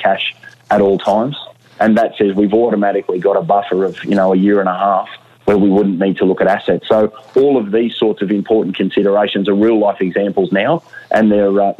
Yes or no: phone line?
yes